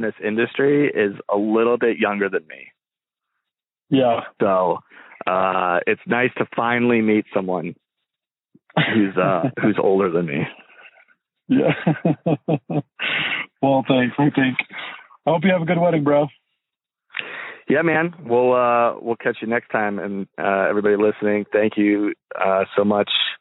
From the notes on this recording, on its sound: Link up via phone.